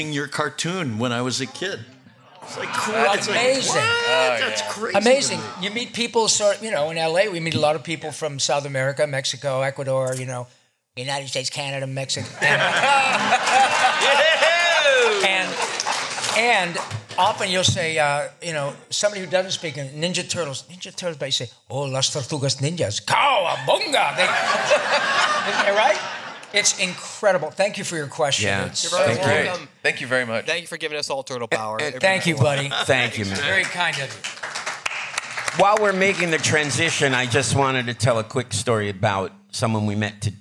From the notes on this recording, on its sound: Panel from #RI #ComicCon this year, filmed on November 5th, 2023. This is our #TeenageMutantNinjaTurtles panel from #RI #ComicCon this year.